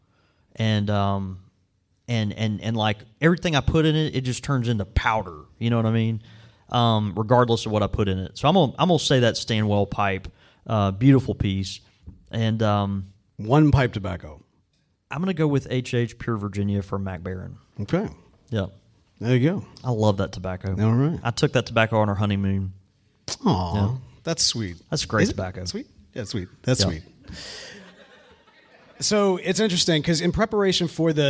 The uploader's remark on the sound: In front of a live audiance at (or at least right next to...) the Country Squire in Jackson Mississippi! We were stunned by the amount of support we got and the overwhelming numbers of folks who showed up for this event.